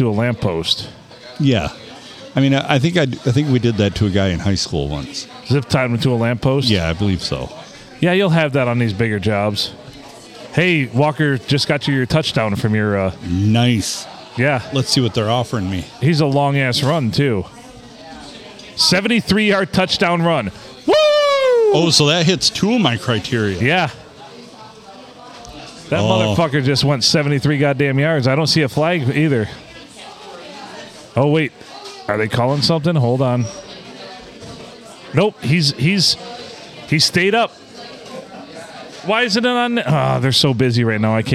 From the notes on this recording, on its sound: Recorded on a Monday night and the Blue Water Sports Bar and Grill.